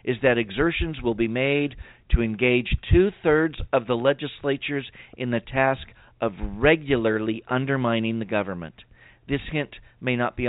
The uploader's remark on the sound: we'll try to leave time for your phone calls